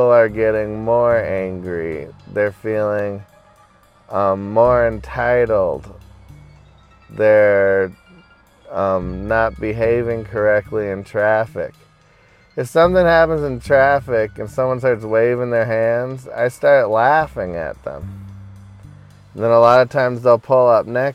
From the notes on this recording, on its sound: hanging out in my car today